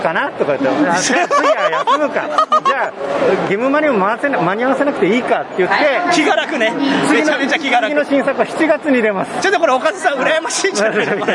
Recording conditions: busy venue